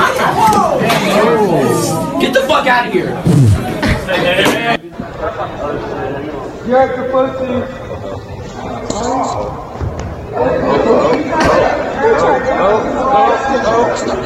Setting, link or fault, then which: setting, busy venue